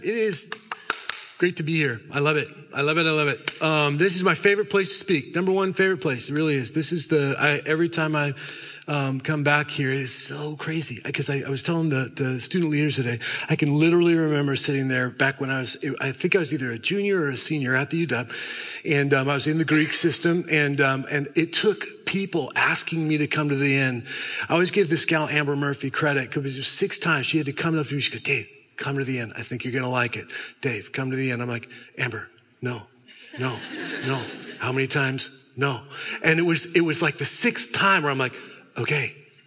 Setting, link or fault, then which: setting, live audience